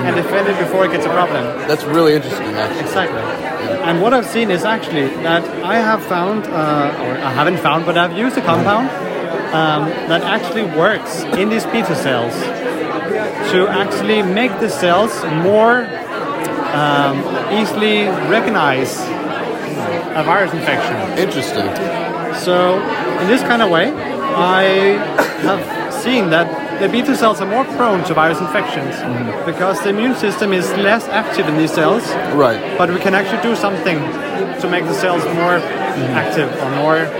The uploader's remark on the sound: recorded during IDS Paris 2023